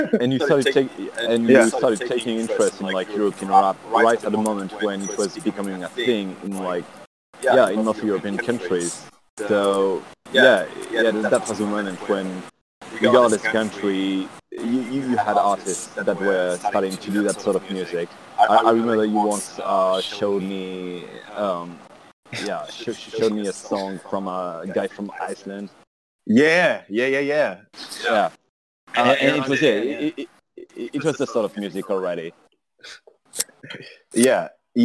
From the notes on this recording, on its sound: joins us live from a cafe in Lyon, France